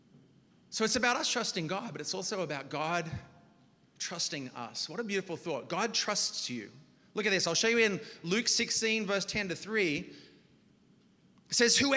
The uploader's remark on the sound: preached this message on October 29th at our Union Square Community